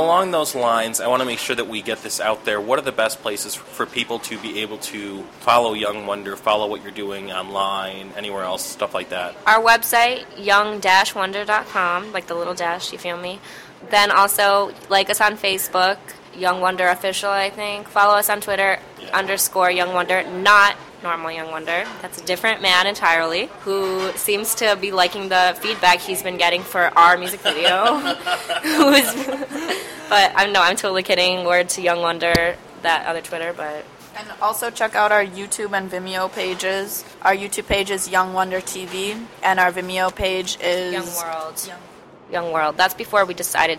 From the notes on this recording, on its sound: In an interview recorded at a local cafe.